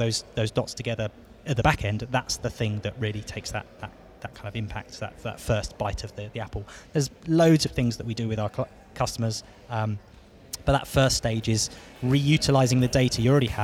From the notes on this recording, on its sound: You can hear live interviews from the recent International Accounting Forum and Awards 2022 which took place in London recently. AIBN were the official knowledge and broadcast partners of the event.